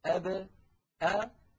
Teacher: يعني قلنا بأن العرب بدل أن يقولوا أب إذا سكنت الباء يقولون أب أب فيخرجون الباء بالتباعد بين الشفتين لا بالتصادم بينهما · Term: القلقلة